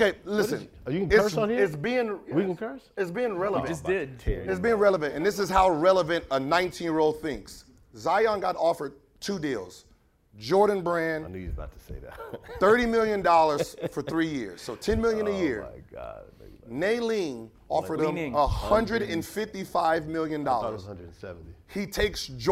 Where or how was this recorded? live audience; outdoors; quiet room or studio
live audience